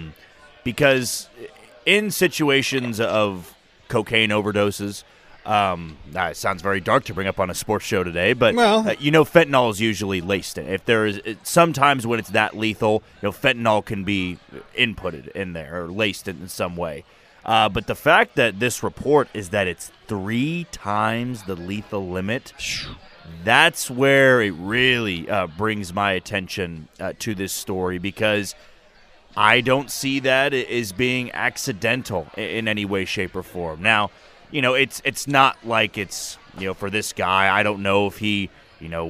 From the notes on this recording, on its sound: comes to you live from Twin Peaks